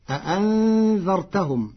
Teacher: قرأ ورش كلمة أأنذرتهم بتسهيل الهمزة الثانية وإبدالها ألفا